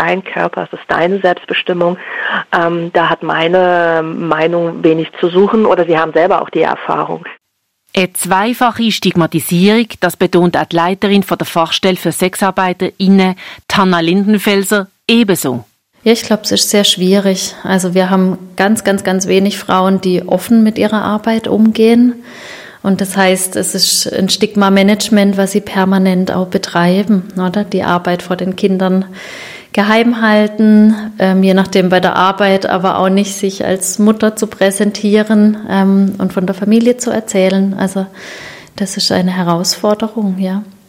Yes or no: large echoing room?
no